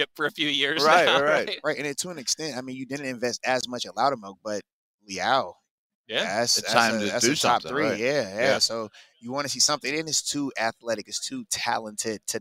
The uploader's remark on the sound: LIVE from the NFL Combine